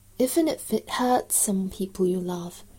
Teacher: Even if,连读 nif. Even if it,这都可以连起来啊，然后 it 里面的 t 可以省掉